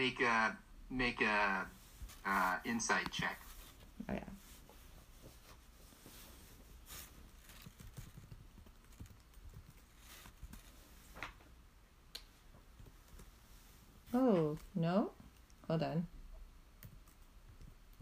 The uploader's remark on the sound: Technology continues to be unhelpful from an audio quality and game flow perspective.